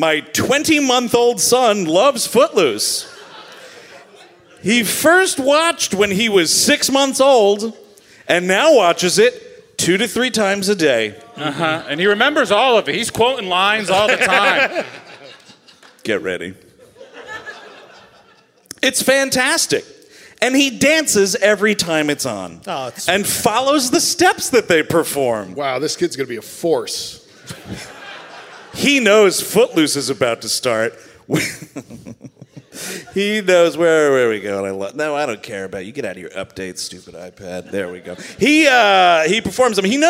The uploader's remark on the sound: Recorded live at City Winery, November 21, 2021, in Nashville, TN